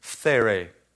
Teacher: It's hard to even pronounce because it begins with an F and then follows by a TH pronunciation.